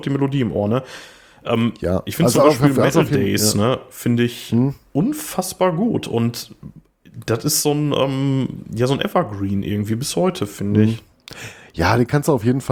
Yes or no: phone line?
no